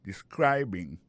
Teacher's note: Accent tombe sou deuxième syllabe la. Ça veut dire mot sa gen trois syllabes describing.